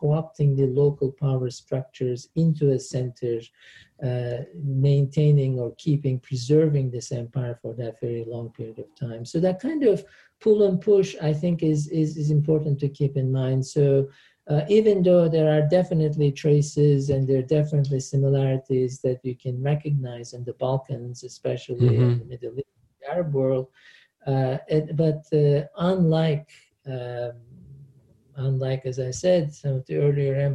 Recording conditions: video call